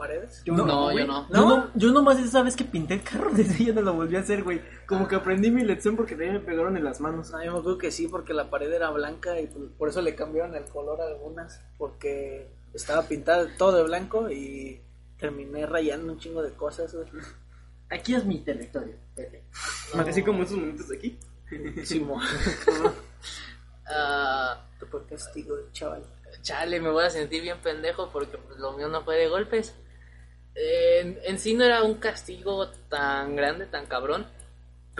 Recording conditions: background noise